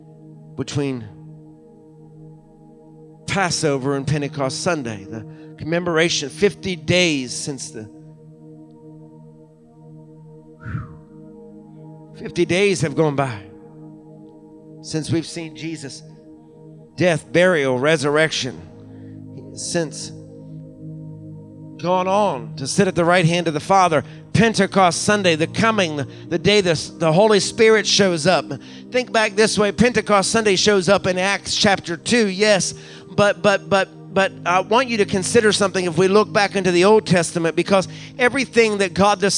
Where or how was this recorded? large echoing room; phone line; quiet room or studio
large echoing room